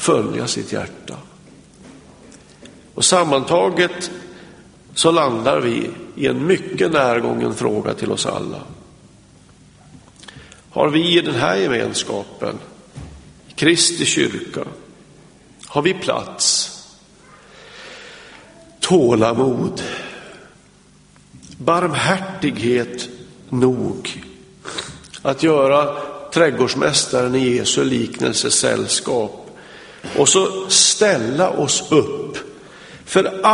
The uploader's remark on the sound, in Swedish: Inspelad i Smyrnakyrkan, G&#246;teborg 2006-01-01.